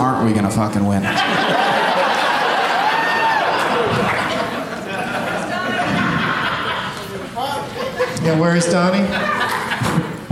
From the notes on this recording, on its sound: Live from the LOL Comedy Club in San Antonio